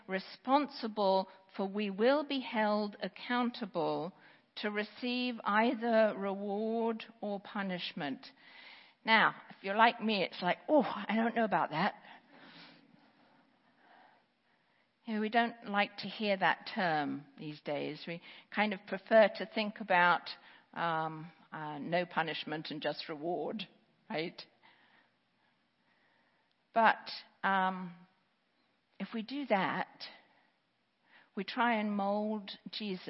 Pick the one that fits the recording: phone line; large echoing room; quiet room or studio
large echoing room